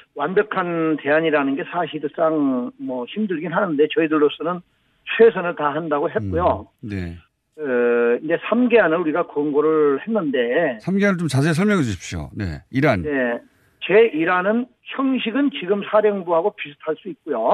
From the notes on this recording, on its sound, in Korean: 전화연결